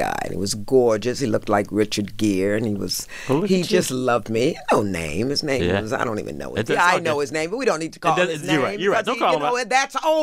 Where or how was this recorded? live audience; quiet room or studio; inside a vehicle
quiet room or studio